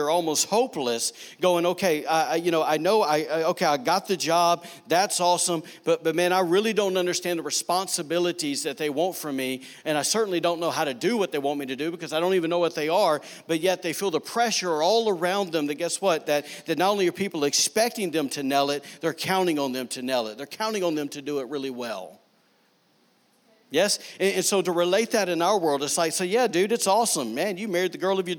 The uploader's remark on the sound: was recorded on Sunday, June 16, 2019, during service at The Anchor Church in Rockport, Maine.